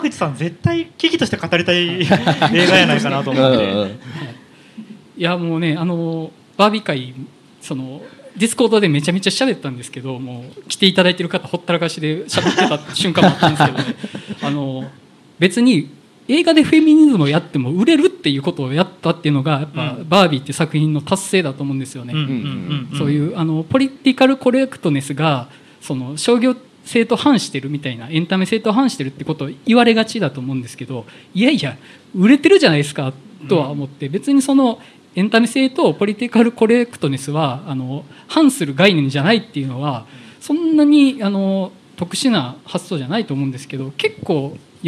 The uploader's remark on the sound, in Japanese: 公開収録in NakedLoft YOKOHAMA。ネイキッドロフト横浜で行われた公開収録。